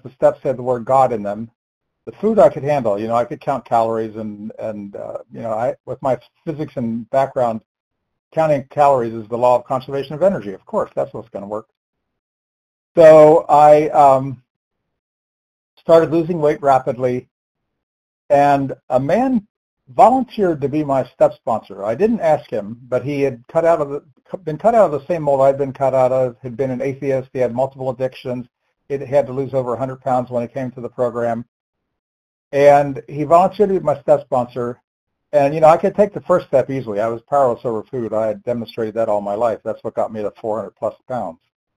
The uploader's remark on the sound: 100 Pounders Phone Meeting